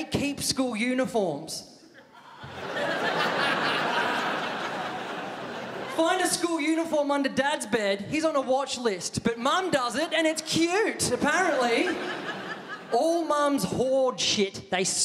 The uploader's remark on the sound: Recorded on Wednesday 29 March 2017 at The Regent Theatre for ABC. Officially kicking off the 2017 Melbourne International Comedy Festival - the Opening Night Comedy Allstars Supershow.